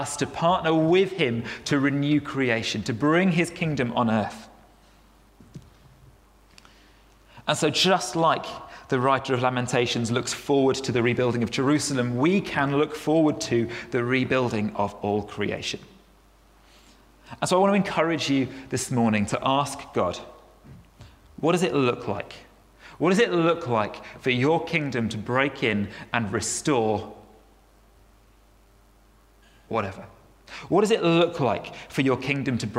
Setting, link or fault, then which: setting, large echoing room